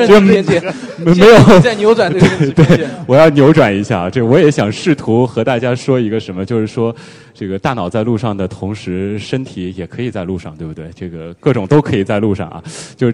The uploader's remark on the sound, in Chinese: 墨子论坛·科学声音深圳演讲会：现场互动问答